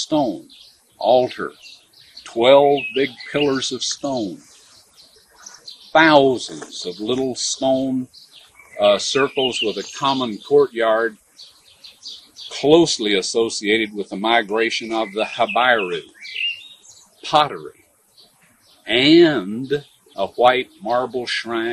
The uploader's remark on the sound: taped this session at the Garden Tomb of Jesus in 1991